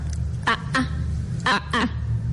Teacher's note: cushtaal es una A rearticulada. Está la A, la glotal y la otra A.